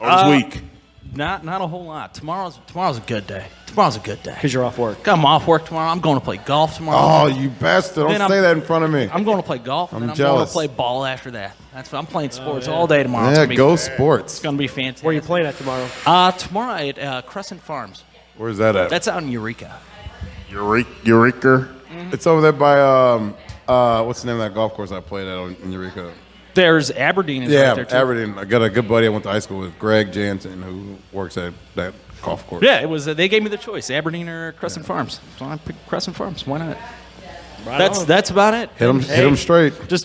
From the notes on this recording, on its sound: live from Peppers Bar & Grill